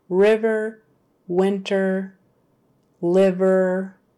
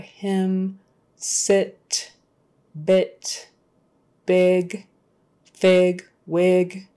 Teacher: even if that first syllable is a stressed syllable, like liver, winter, river, and those words we are still making a short vowel with the I · Term: short I sound